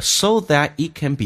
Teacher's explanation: so that it can be 不被强调，都是用降调来发